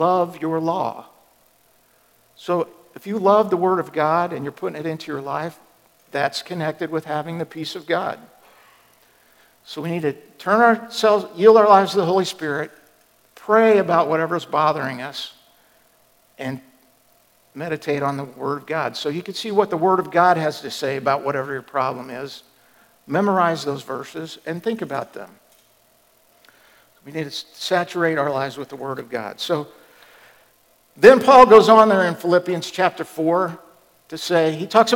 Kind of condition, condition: setting, large echoing room